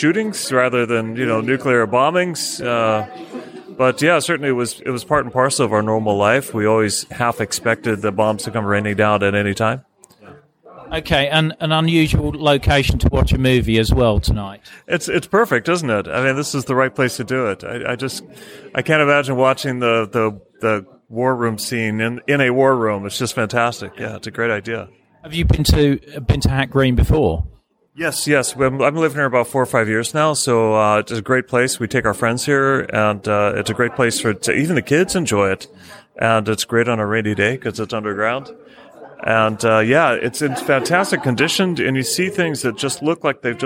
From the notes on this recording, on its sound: Today is a short bonus episode I recorded at the weekend while at a film showing of Dr Strangelove in a former UK Regional Seat of Government Bunker in Cheshire. Film Screening in a Nuclear Bunker.